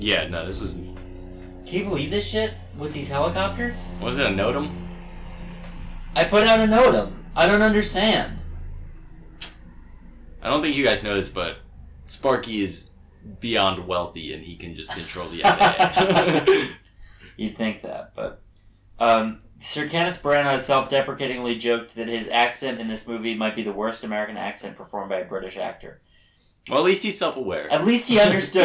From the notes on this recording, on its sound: We honor this very bad movie with very bad audio quality.